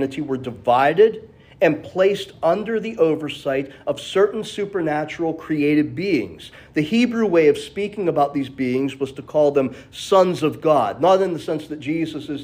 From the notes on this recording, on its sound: This message was originally delivered at Memory Chapel